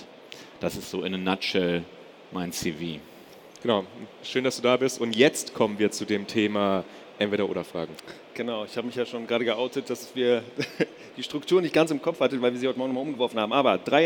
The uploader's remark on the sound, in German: in dieser Live-Folge des enPower-Podcasts